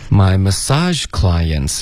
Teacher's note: My massage clients 要注意重音应该是 sage